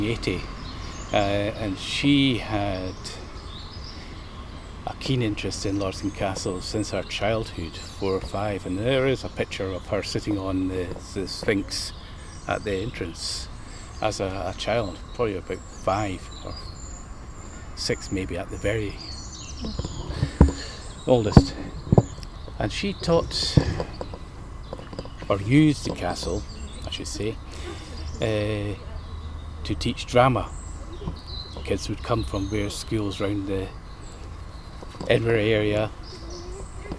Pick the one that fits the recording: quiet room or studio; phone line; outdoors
outdoors